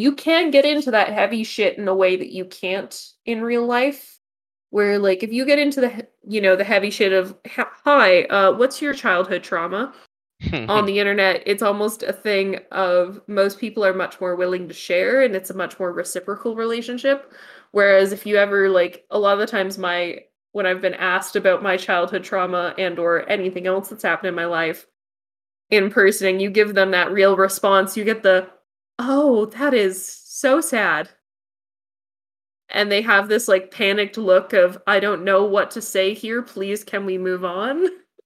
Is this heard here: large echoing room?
no